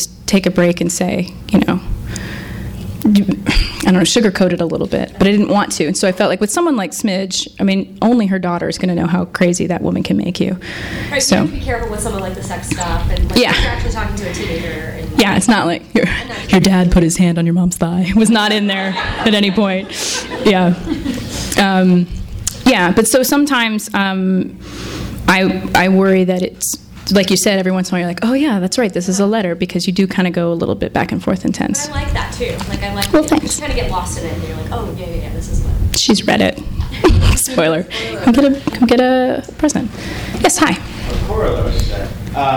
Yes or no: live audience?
yes